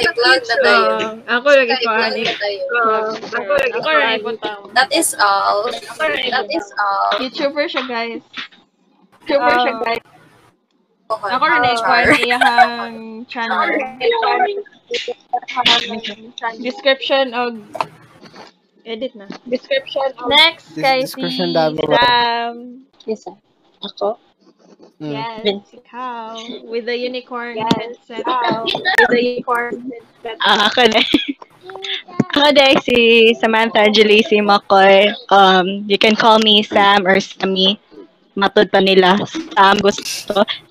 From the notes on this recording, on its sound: There is a technical problem and we are sorry for the echoes and feedbacks within the video.